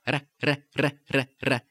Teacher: in Spanish, it's a trill in the front or the tip of the tongue